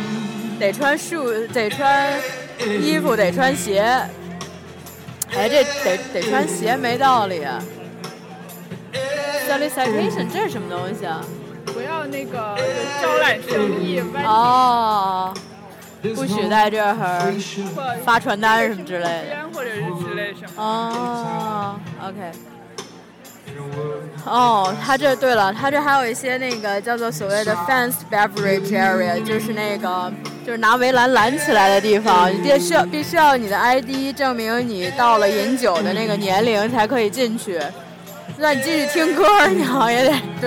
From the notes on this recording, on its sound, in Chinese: 在Ann Arbor Summer Festival Rackham Stage前。演出的一小段现场，夹杂我俩的闲聊。